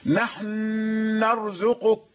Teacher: تسكن الحاء لا تحركها، ثم تضغم النون في النون